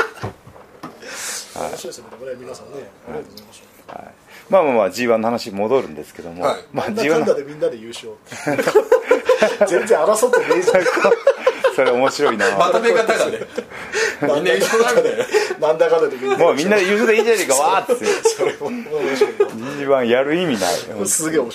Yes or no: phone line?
no